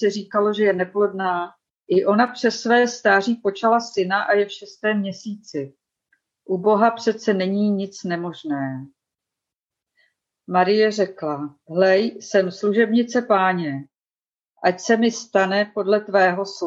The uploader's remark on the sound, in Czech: Záznam z našeho nedělního setkání společenství Ta Cesta na ZOOMu